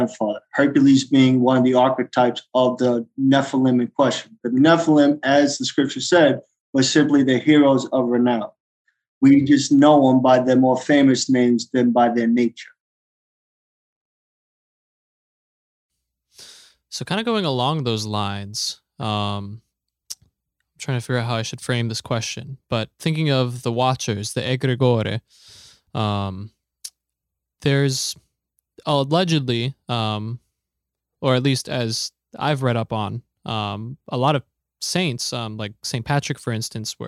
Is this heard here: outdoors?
no